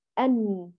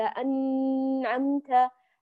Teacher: الغنة ناقصة في المرتبة الثالثة من مراتب الغنة · Shown in: first take · Term: إظهار